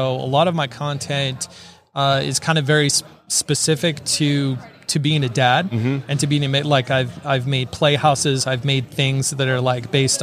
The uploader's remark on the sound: LIVE from WORKBENCHcon 2022